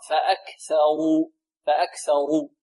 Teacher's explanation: والراء هنا مفخمة لأنها مضمومة